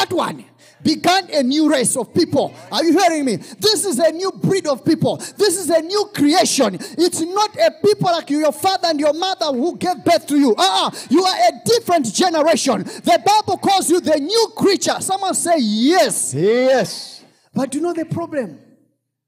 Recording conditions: large echoing room